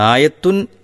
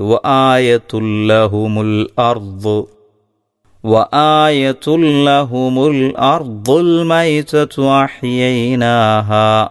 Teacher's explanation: എന്നാൽ അതിൻ്റെ ശേഷം ലാമു വരുമ്പോൾ ആ ആയത്തുൻ എന്നതിൽ ഇൻ എന്ന വ്യക്തമായ ഉച്ചാരണം ഇല്ലാതെയാണ് ഉച്ചരിക്കേണ്ടത്. ആ തൻവീനിനെ തൊട്ടടുത്തുള്ള ലാമിലേക്ക് ലയിപ്പിച്ച് മണിക്കാതെ ഓതണം. · Shown in: second take